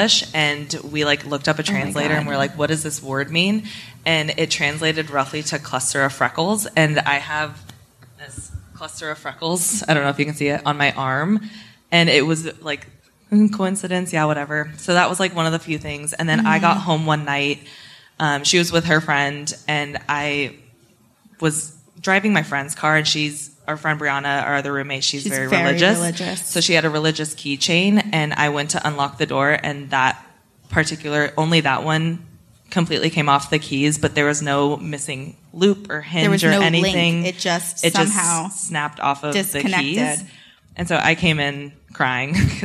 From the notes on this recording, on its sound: Live from Nashville. We had a live show at Zanies Comedy Night Club!